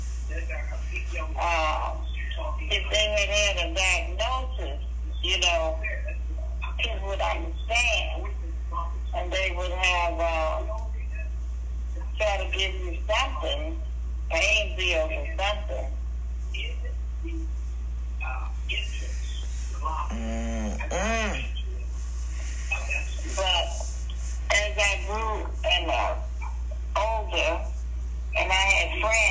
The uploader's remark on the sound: listen in on a phone conversation